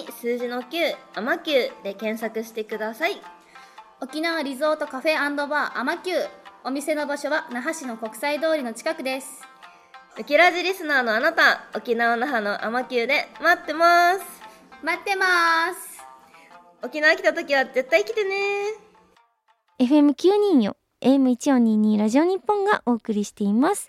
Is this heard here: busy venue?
no